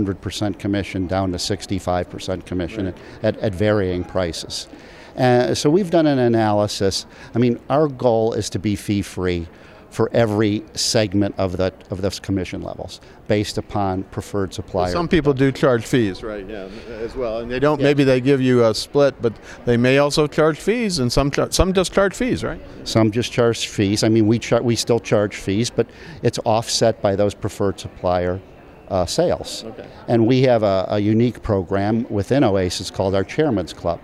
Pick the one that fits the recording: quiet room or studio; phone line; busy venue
busy venue